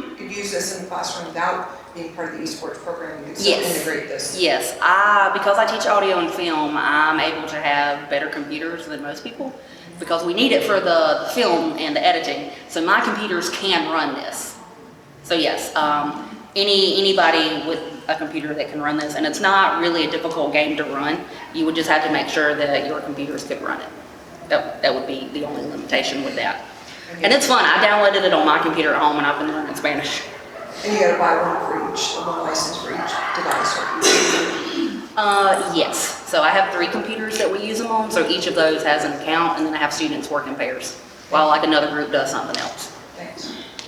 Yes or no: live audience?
yes